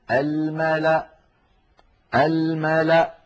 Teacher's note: فتوصل هذه الكلمة الملأ إني، ويوقف عليها بهمزة ساكنة الملأ الملأ هكذا، ولا تنطق الواو التي هي كرسي للهمزة، ولا تنطق الألف التي بعدها.